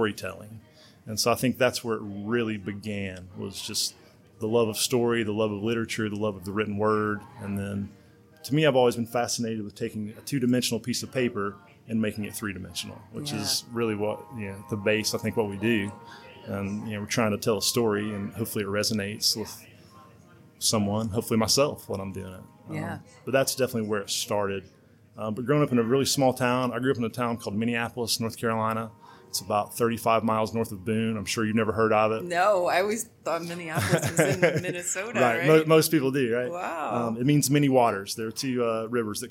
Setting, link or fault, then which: setting, busy venue